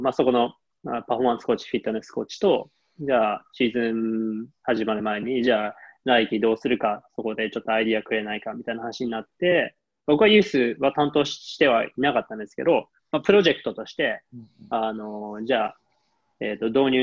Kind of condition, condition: link, video call